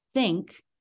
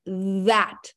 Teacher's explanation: We make the quiet TH sound, like in the word think, but we can also teach the noisy TH or voiced TH sound, which is like in the word that.